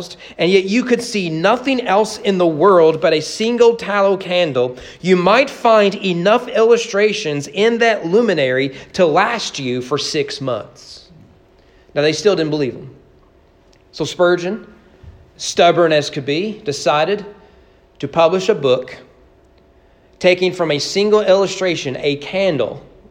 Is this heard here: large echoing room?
yes